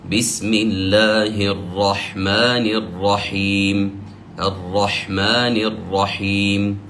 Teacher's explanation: الصواب أن نأتي بأصل الراء ونعطيها حقها من التكرار، فتقول بسم الله الرحمن الرحيم الرحمن الرحيم، راء واحد، بسم الله الرحمن الرحيم.